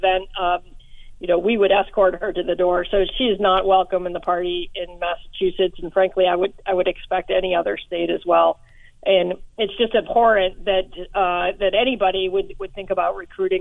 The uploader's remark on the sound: Candidates for the Massachusetts Republican State Committee call